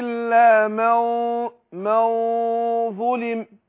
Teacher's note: الإخفاء هنا بفخم الغنة النون عندما يجي بعدها حرف مفخم